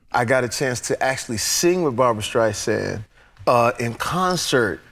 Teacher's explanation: this whole passage has all of his R's pronounced. For example, he says Barbara in concert, whereas a more African-American English version would be with the R dropped.